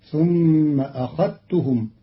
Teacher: لهدمت صوامع، قرأ قالون كلمة لهدمت بتخفيف الدال فتصير لهدمت صوامع بتخفيف الدال، على أنه فعل ثلاثي مجرد. ثم أخذتهم، قرأ قالون كلمة أخذتهم بإدغام الذال في التاء للتقارب بين الحرفين فتصير ثم أخذتهم، والإدغام والإظهار لغتان عند العرب.